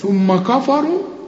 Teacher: الراء هي المفخمة لأنها مضمومة